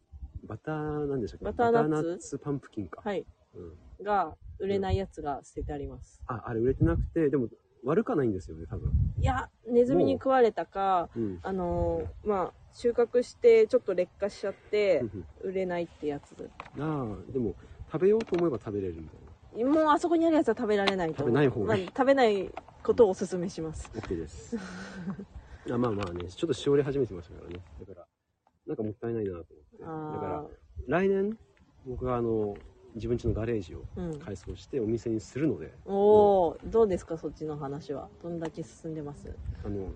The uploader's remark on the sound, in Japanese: 雑音多め